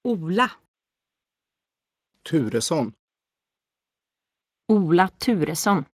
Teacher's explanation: Long O and long U have extreme lip rounding, causing a W-like end phase